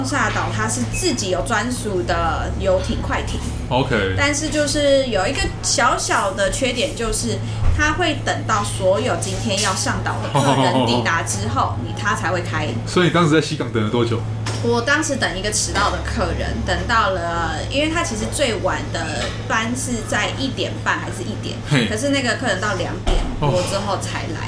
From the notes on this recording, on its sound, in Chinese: 錄音地點： SUGARbISTRO 小食糖